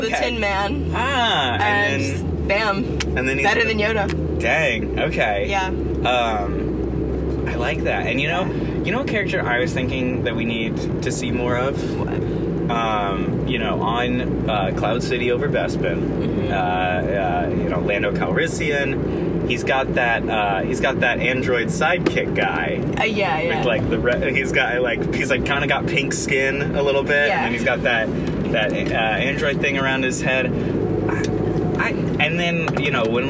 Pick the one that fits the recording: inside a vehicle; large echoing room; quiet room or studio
inside a vehicle